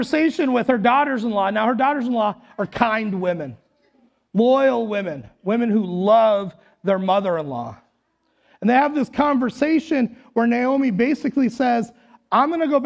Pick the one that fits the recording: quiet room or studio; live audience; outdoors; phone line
live audience